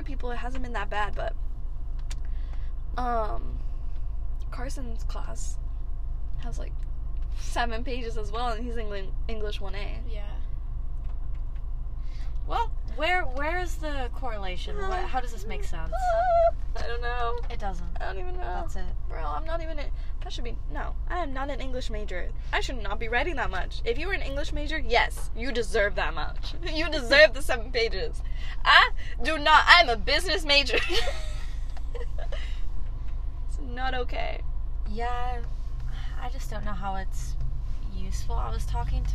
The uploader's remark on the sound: Excuse the rain sounds for this episode since we had to record in my car.